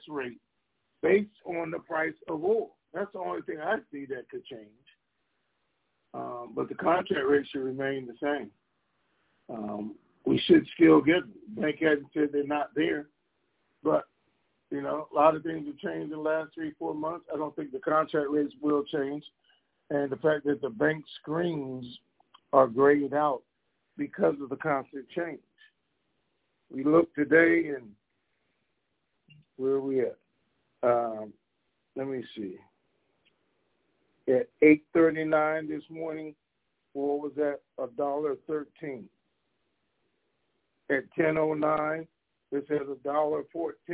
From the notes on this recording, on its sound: TNTSuperfantastic Conference Call